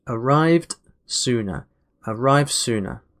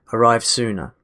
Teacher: what happens is that that d actually turns into an s